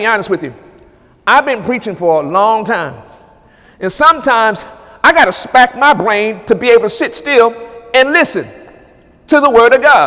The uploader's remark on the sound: During Wednesday night service on August 16, 2017